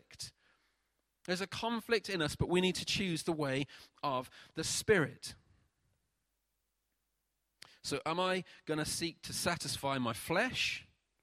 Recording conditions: large echoing room